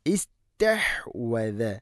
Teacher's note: ഇസ്തഹ് ഹ തൊണ്ടയുടെ മധ്യഭാഗമാണ്